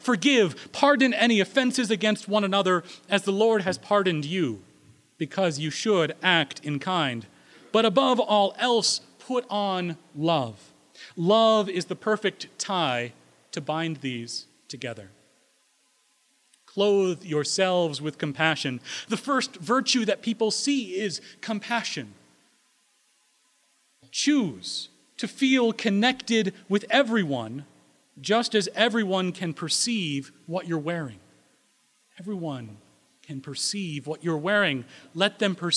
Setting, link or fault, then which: setting, large echoing room